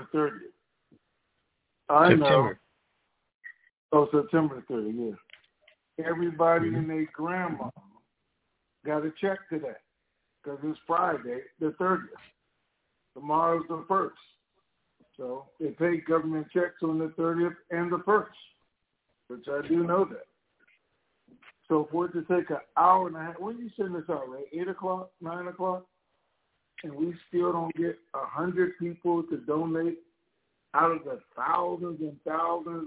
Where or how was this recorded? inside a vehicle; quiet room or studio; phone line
phone line